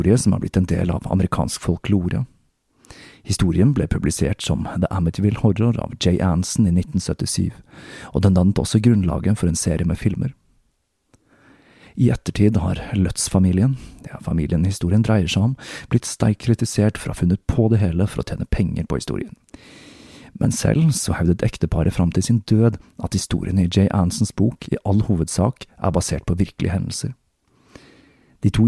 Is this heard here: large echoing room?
no